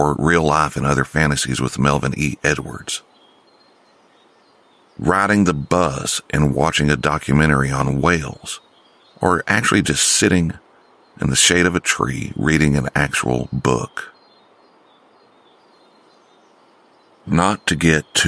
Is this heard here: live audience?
no